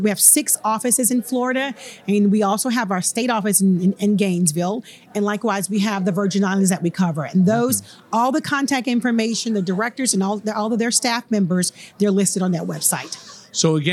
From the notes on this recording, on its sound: This and the following segments were recorded at this year’s annual Florida Economic Development Council Conference hosted at Sheraton Orlando Lake Buena Vista Resort. This and the following segments were recorded at this year’s annual Florida Economic Development Council Conference hosted at Sheraton Orlando Lake Buena Vista Resort.